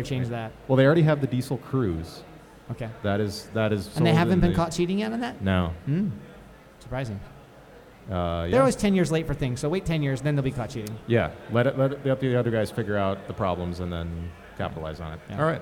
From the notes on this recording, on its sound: DTR Live at Absolution Brewery. A few other guests and listeners.